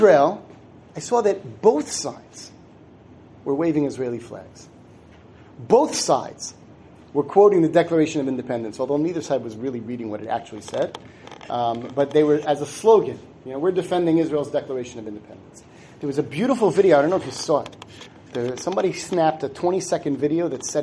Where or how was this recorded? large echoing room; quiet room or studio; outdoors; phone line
large echoing room